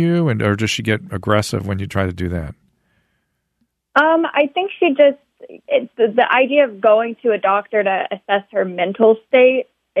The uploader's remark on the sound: Listener Phone Calls. Goes to the phones and answers listener calls!